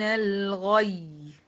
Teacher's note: وفينا نبر في الياء المشددة الموقوف عليها